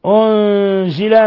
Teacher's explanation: نون ساكنة جاء بعدها الزاي، حكم التجويد إخفاء حقيقي